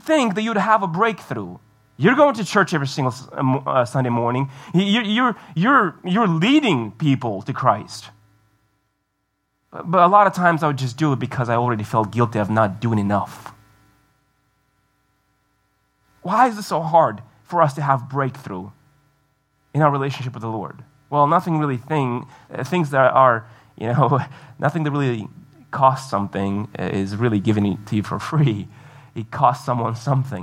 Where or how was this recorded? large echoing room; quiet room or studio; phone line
large echoing room